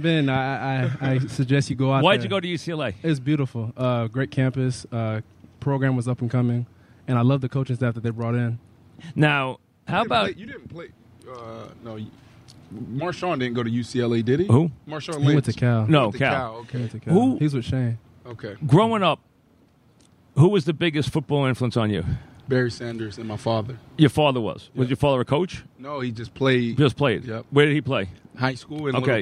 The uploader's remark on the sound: Live from Giants camp.